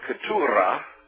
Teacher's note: when they pronounced Kituwa, they pronounced it with an R, and they trilled the R. So they would have pronounced Kituwa, Keturah.